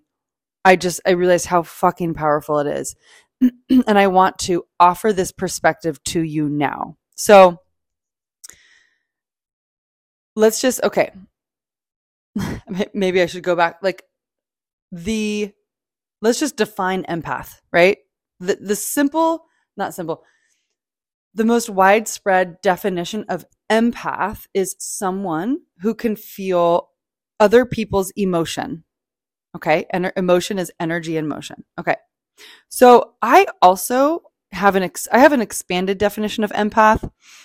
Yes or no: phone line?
no